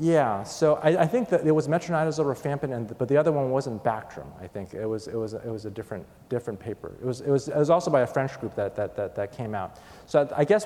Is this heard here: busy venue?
yes